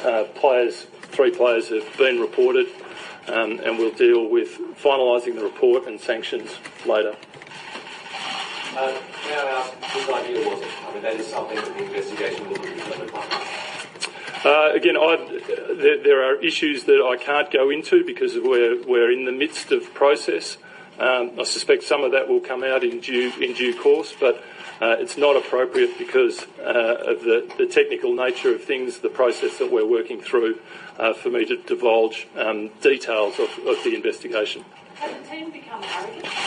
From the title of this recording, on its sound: Press Conference In South Africa